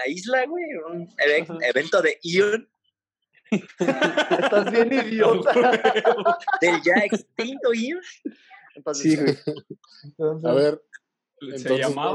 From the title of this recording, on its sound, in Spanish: videollamada, todos en cuarentena. *En vivo desde casa.